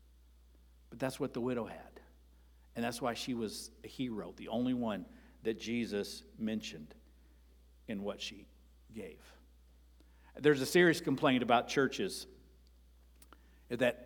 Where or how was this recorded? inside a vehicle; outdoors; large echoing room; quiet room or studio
large echoing room